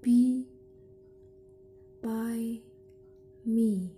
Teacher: produced by lower and upper lips · Term: bilabial